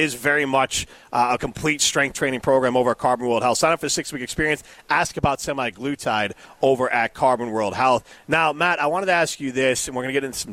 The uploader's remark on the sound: live from the inaugural ESPN Madison Open